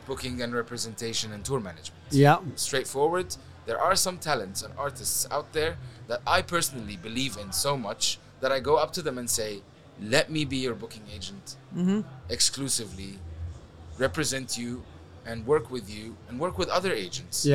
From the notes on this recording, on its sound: Live from MEES. These episodes were recorded at the hugely successful Middle East Event Show.